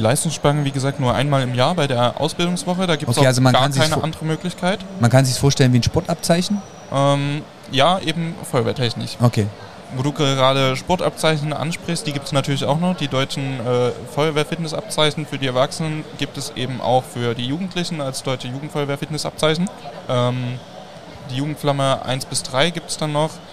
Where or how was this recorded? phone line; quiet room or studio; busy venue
busy venue